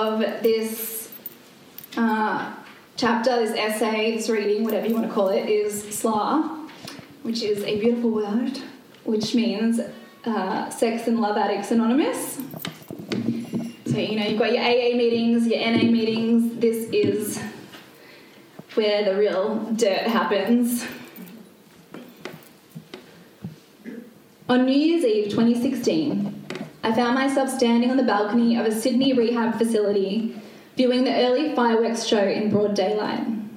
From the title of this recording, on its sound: Live reading from book launch 2022